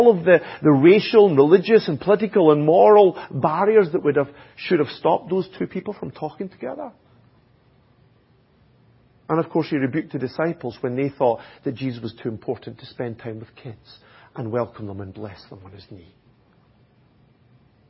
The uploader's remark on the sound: Audio recording of the Sunday morning Bible Teaching given. At Enniscorthy Christian Fellowship, Enniscorthy, County Wexford, Ireland.